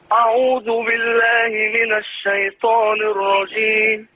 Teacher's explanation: خد بالك، الهمزة مرققة في أعوذ، حتى في نظم كده لأحد المشايخ يقول ورقق الهمزة من أعوذ.